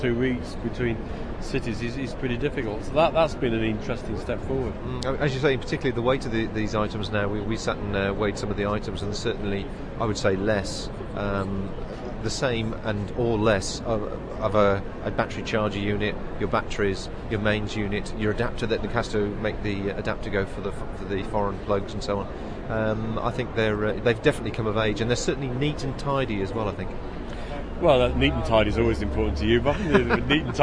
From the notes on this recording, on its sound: Back from 2008 OS Outdoors Show at the NEC we sample some of the atmosphere and bring you the finalists from the Alpkit Colab competition plus comments from several folks who visited the show. Give our round up thoughts at the conclusion of the event.